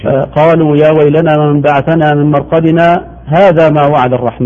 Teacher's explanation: المقصود هنا السكت، السكت بدون تنفس